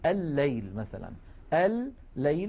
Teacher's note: أما اللام من كلمة للكرم فهي من قبيل إدغام المتماثلين، لأننا حينئذ ندغم اللام في اللام كقولنا الليل مثلا الليل، فيكون النطق بلام مشددة